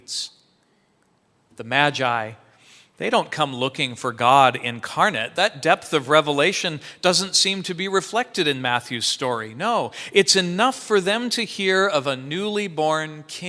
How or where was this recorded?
large echoing room